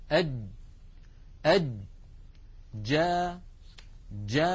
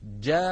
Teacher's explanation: لما نقول جا يكون المخرج مقفولا · Term: الجيم العربية الفصيحة